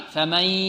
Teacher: فمن 50% من الفم و 50% من ماذا؟ من الخيشوم. · Term: إدغام بغنة